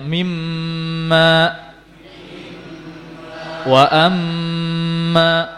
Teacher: Ya, yang dia adalah huruf tapi merupakan huruf yang tidak berdiri sendiri, namun dia adalah bagian dari huruf nun dan mim. Yang dia makhrajnya ada di khayshum · Term: gunnah